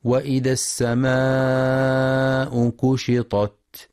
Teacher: ينتبه القارئ لمد السماء مدا متصلا بمقدار 4 أو 5 حركات، وينتبه لترقيق الكاف فلا يقرأ كشطت بالقاف قشطت.